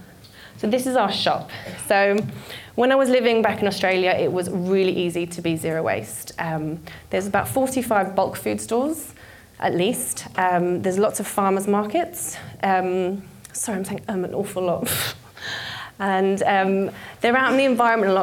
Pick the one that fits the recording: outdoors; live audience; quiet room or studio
live audience